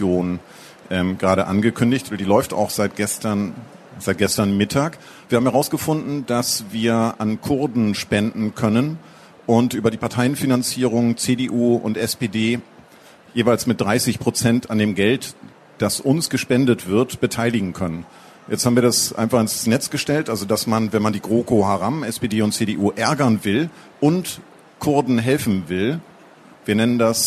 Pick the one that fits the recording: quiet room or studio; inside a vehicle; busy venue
busy venue